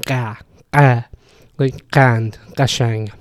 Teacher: Sometimes it sort of almost becomes a fricative and you get this kah, kah, kah, kah, and it borderlines to like a voiced uvular stop, like what you hear in Iranian Persian, kah, kah, like kand, kashang, and these sorts of words.